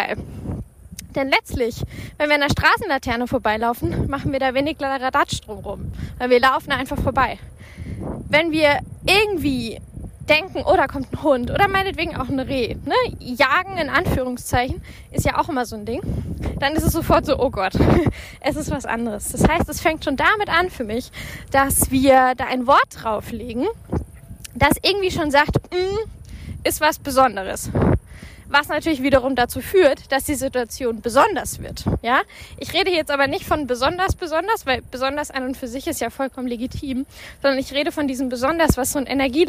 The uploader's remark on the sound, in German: live vom Spaziergang